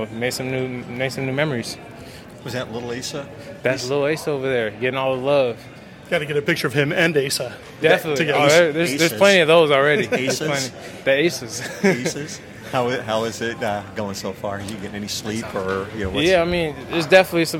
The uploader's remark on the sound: DawgmanRadio at Washington's Pro Day